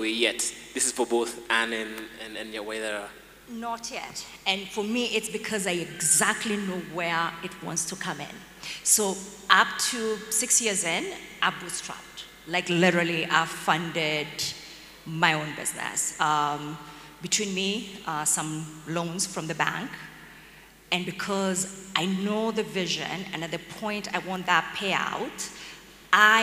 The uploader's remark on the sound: An exclusive live recording from the 1M Milestone FXPesa event. At SK8 City Nairobi.